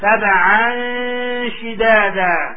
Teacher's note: Notice how you merge in the tanween with the sheen and it merges in together. And then the sheen, because you have to stress it, comes in immediately after.